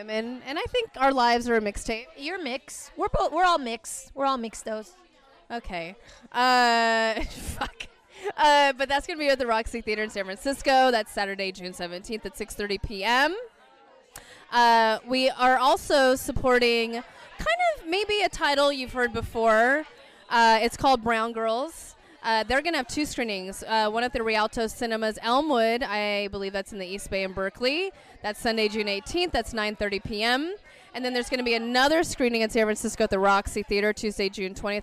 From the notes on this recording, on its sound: We're coming at you live from The Social Study in San Francisco. After the That's What She Said speaking event.